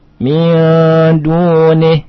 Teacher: Nun sukun bertemu dengan dal ikhfa dan gunahnya ada, ya.